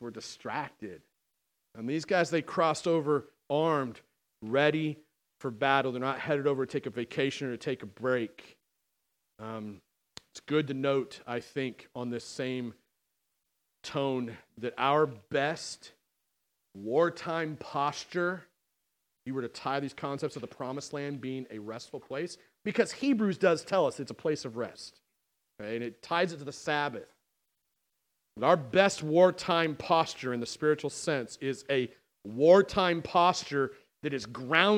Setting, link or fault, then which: setting, large echoing room